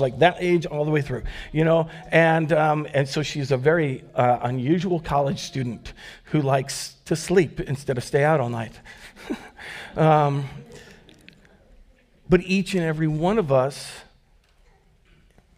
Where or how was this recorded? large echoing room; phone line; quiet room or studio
large echoing room